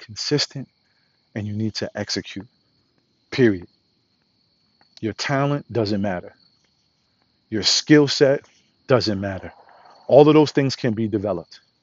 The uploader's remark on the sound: Walk & Talk